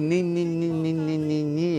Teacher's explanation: Essa consoante nasal, alveolar, sonora.